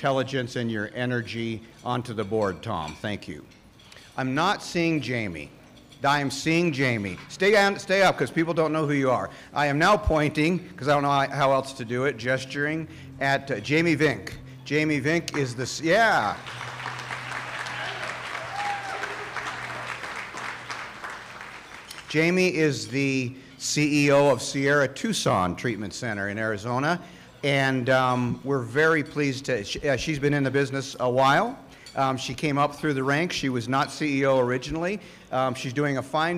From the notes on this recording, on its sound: General Meeting and Political Action Committee Luncheon at the 40th NAATP Anniversary Conference of the National Association of Addiction Treatment Providers (NAATP) at the Interlocken Resort in Denver Colorado.